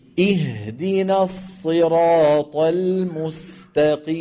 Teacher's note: فلنحرص على كسر الهمزة كسرا كاملا، ما نقول إيه بل نقول إي